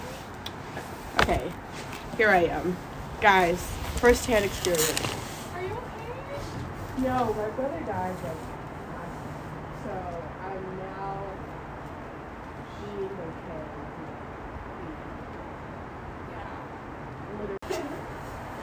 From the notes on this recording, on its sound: This episode is very raw. They ask that you ignore the audio disturbances.